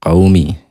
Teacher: Tapi qawmi harus dibaca pendek. Karena sebelum wawu sukun berharokat fathah. Kalau sebelum wawu sukun berharokat dhammah, itu yang dibaca panjang dua harokat.